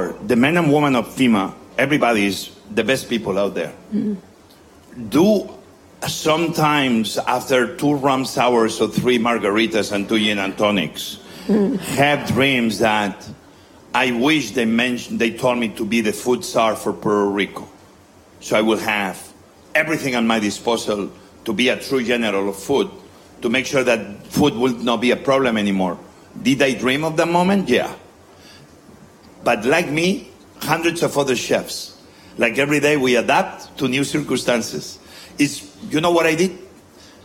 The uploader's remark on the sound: in front of a live audience at South By Southwest in Austin, Texas